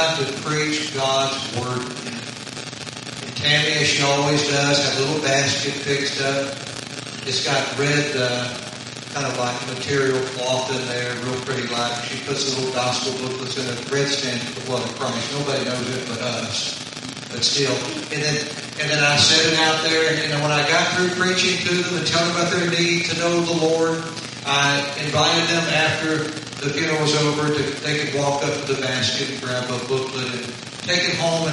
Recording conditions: poor sound quality